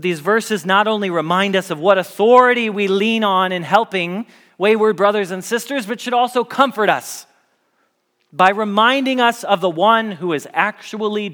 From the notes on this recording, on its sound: Message Preached at Valley Creek Church